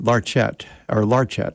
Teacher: His surname is a French name that he anglicized, being Irish, I suppose, or whatever, and pronounced Larchet, or Larchet. He put the accent on the first syllable.